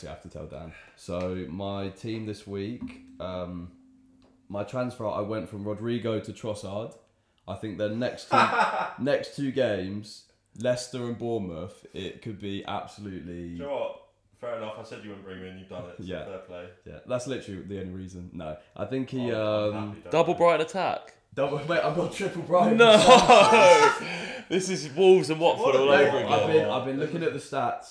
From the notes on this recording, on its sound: NEW MICROPHONES (bare with us as we get used to them lol)